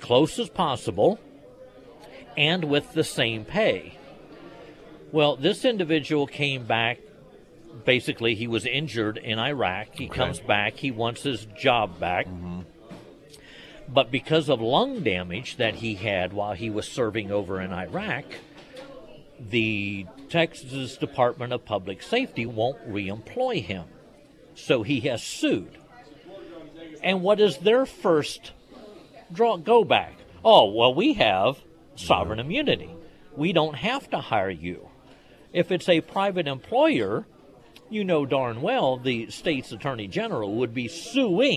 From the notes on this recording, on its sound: live at Scramblers Diner